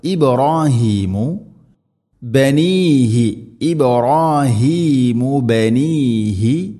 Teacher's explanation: നാലോ അഞ്ചോ ഹർക്കത്തിൻ്റെ ഖദറിൽ നീട്ടാവുന്ന മദ്ദ് ബിഹ ഇബ്രാഹീമു, മദ്ദ് മുൻഫസിലാണത്. ഇബ്രാഹീമു ബാഇനെ ഖൽഖല ചെയ്യണം, ശരിക്കും കേൾക്കണം